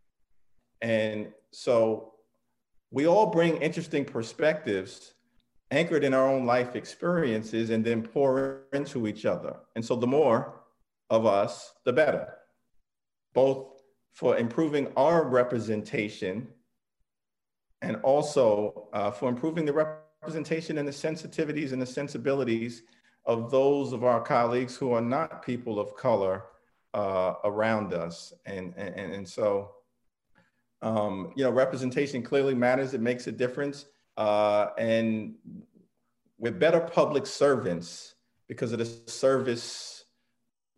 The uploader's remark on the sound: Originally recorded as part of a virtual event for LEE’s SparkLeadership initiative.